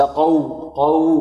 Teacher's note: والواو مرققة، الواو هنا حرف لين